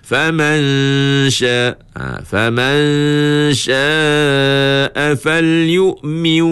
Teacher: Idgham ma'al gunnah. Iaitu kita dengunglah dua harakat.